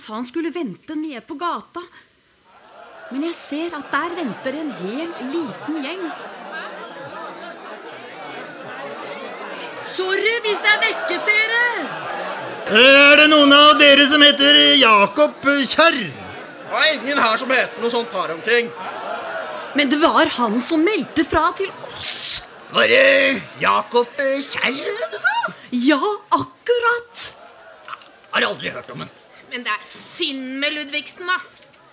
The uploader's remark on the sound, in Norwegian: Live fra Sånafest. Spilt inn under festivalen Sånafest, direkte foran publikum.